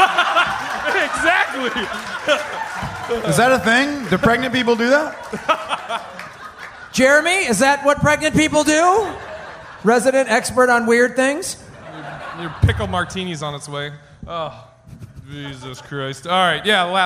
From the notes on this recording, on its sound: Recorded in front of 121 awesome peeps at Parlor Live in Bellevue, WA on August 15, 2010.